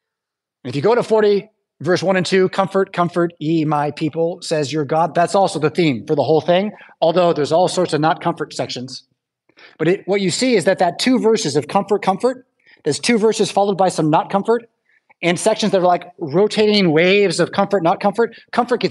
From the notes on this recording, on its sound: Preached at St Paul Lutheran Church , Rockford, Illinois on January 7th, 2023.